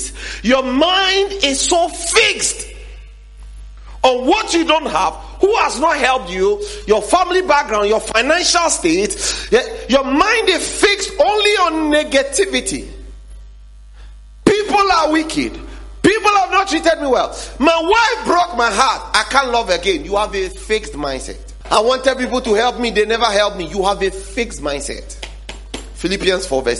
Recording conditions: large echoing room